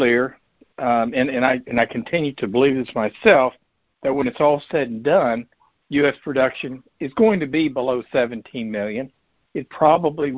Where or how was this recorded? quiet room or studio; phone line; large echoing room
phone line